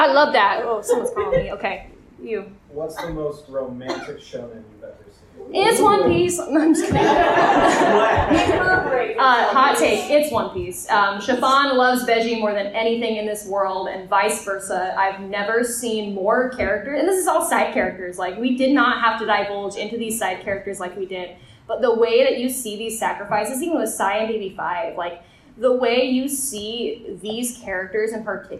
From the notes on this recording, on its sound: Live From A-Kon. Here is our little live episode.